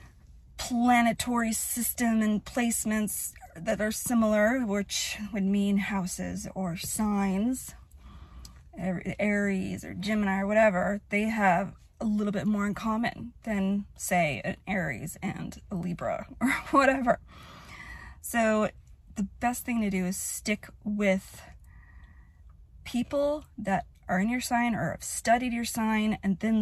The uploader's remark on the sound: Sitting in my car